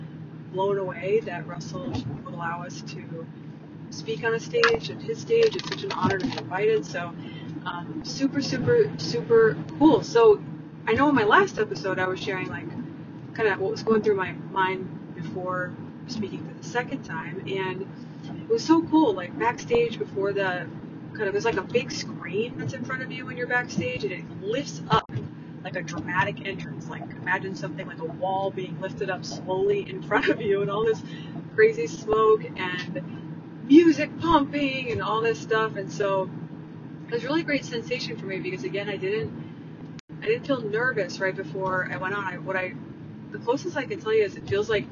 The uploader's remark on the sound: Please bear with my sound quality as I was driving to pick up my Dad when I recorded this episode